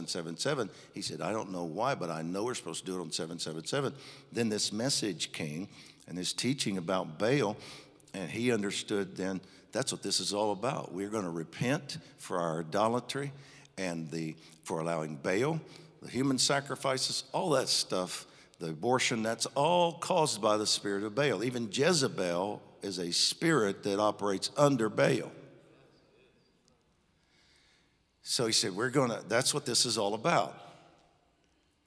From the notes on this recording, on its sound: Recorded live on 7/18/21.